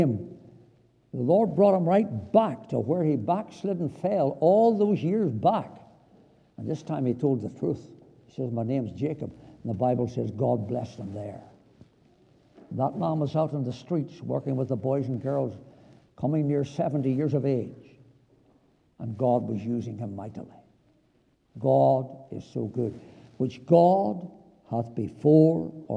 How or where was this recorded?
large echoing room